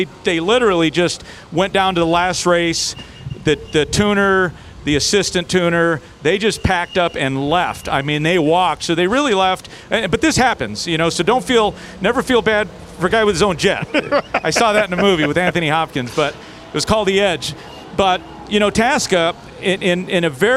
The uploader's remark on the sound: Live from the pits in Brainerd